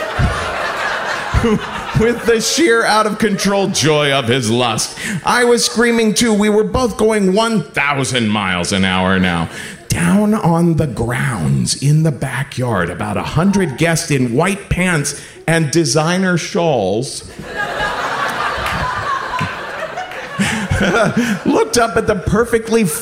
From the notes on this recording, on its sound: Live From Milwaukee! At our first live show in Milwaukee.